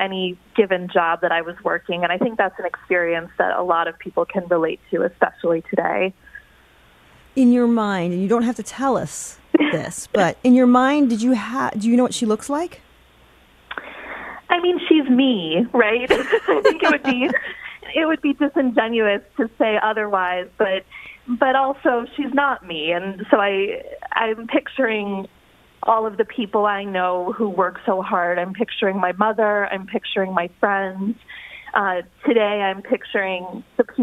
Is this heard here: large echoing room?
no